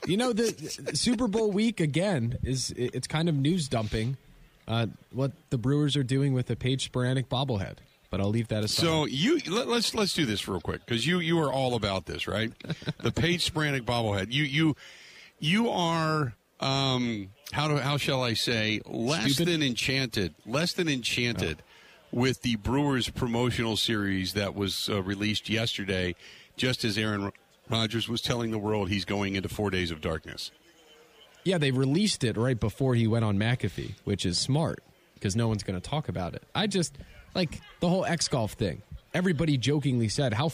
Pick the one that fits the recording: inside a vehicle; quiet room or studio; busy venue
busy venue